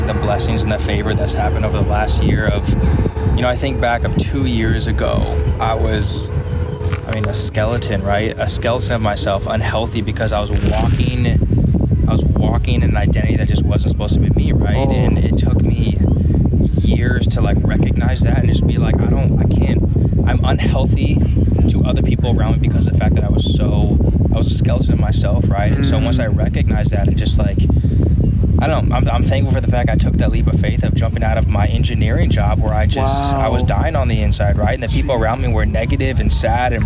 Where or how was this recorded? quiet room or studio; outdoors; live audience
outdoors